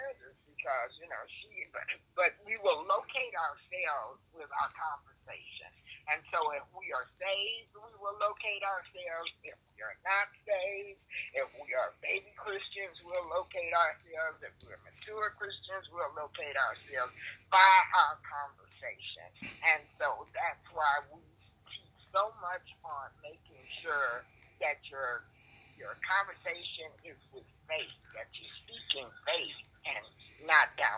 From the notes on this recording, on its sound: Conference call service